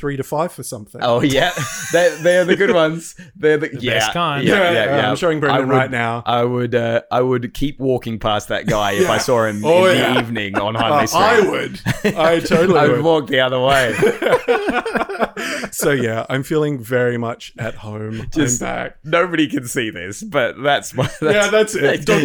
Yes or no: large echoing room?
no